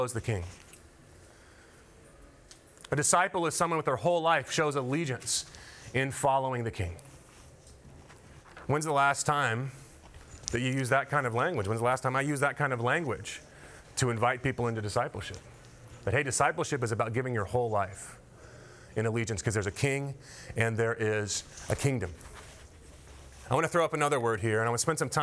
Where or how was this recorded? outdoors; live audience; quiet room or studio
live audience